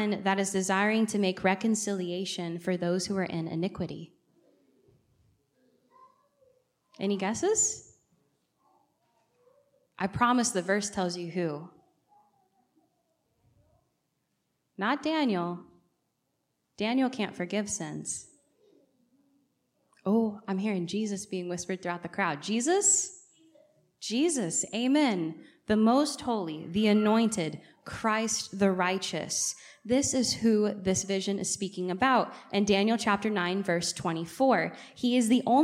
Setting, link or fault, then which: setting, large echoing room